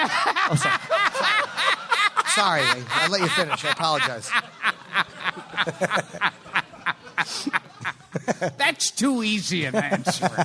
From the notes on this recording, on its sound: travel to Littlefield's in Brooklyn for a live, Super Week/NY Comic Con-themed episode